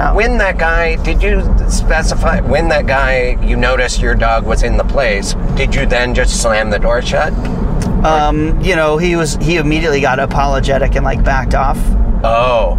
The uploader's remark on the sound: In the Car